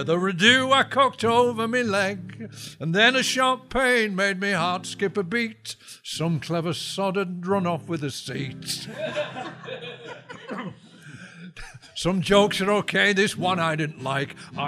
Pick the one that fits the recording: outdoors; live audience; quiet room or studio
live audience